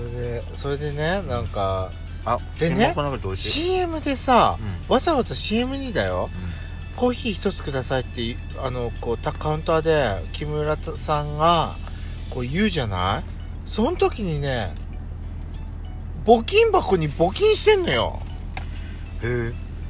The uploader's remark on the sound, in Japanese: パーキング収録